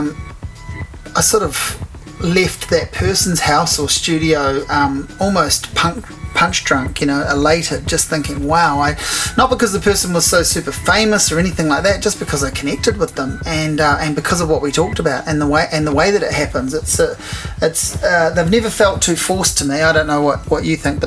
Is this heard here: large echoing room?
no